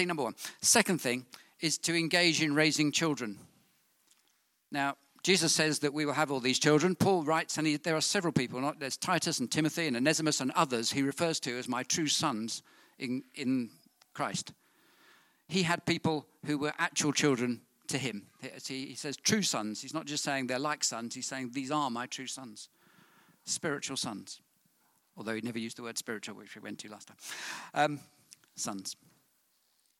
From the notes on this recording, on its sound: on 30th June 2019 at King's Church, Cockermouth